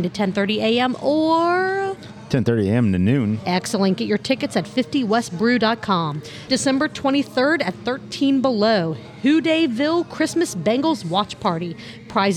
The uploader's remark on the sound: Episode recorded on 12/12/2023 at our amazing podcast host, Higher Gravity Summit Park!